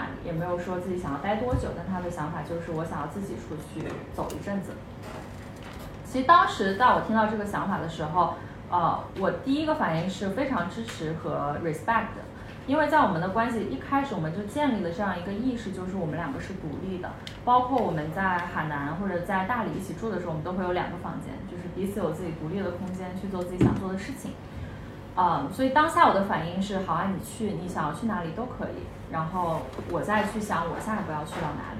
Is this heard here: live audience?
yes